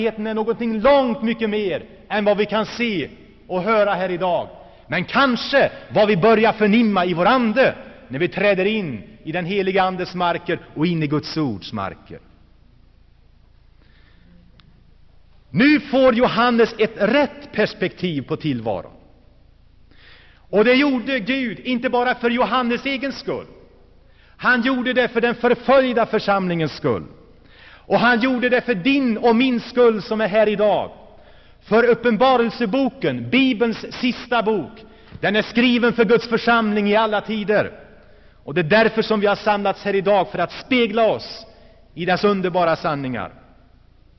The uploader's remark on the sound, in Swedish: Inspelad i Saronkyrkan, G&#154;teborg 1984-09.